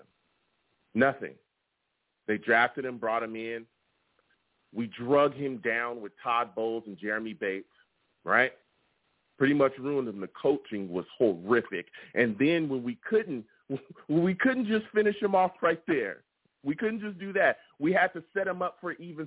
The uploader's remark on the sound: I also take live callers!